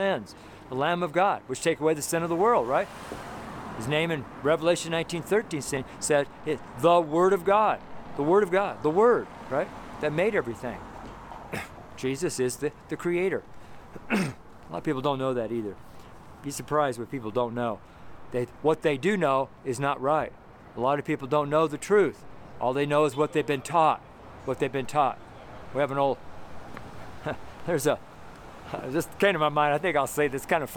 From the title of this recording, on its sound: FRIDAY STREET SERMON